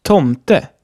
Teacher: Bei Tomte ist das E auch nicht betont und somit kurz, obwohl kein Konsonant folgt.